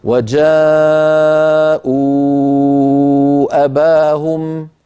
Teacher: لو كنت أمد المنفصل خمس حركات ووصلت إلى وجاءوا أباهم أقول وجاءوا أباهم، أمد خمس حركات، أخذت المنفصل وأهملت البدل، لو سئلت أقول منفصل.